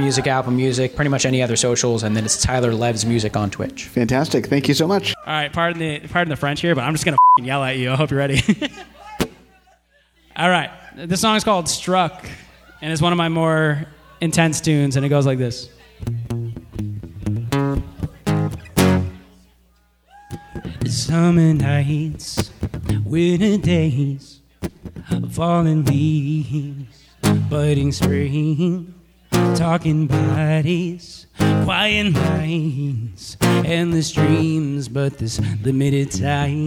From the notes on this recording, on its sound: Songwriter Showcase Live From The Red Lion Inn Cave. Recorded live on Thursday, September 7, 2023 at The Red Lion Inn Cave in Cohasset.